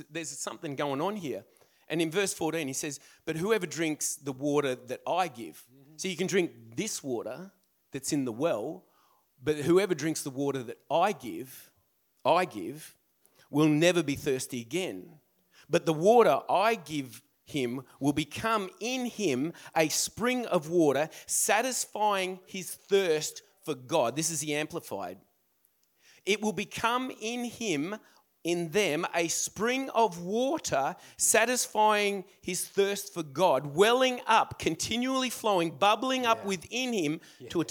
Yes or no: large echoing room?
yes